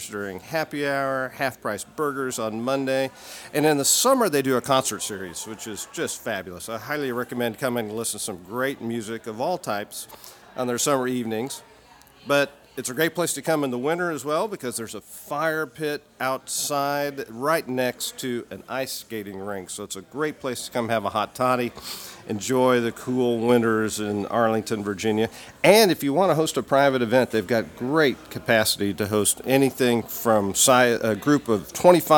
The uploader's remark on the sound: He joins us at Siné Irish Pub in Arlington, VA. At Siné Irish Pub in Arlington, VA.